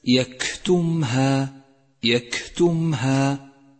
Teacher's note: لاحظ صفة الهمس لحرف الكاف في كلمة يكتمها، يكتمها، وأجري النفس معه لتقويته، وتذكر أن حروف الهمس يجمعها قولك فحثه شخص سكت.